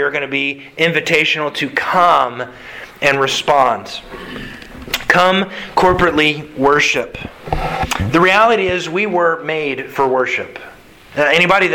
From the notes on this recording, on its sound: Sermon delivered to the Galena Bible Church Sunday October 10th, 2021